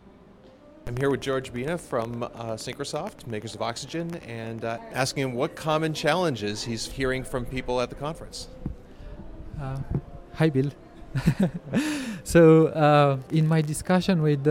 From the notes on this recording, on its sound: interviews attendees and vendors at LavaCon 2018